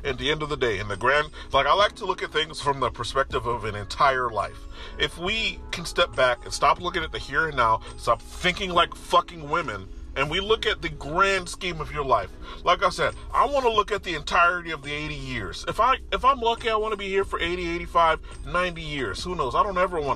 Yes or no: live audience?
no